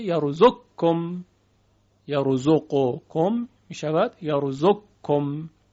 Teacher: اگر مدغم و مدغمون فیه در یک کلمه بودن، مانند یرزقکم که قاف در کاف ادغام میشه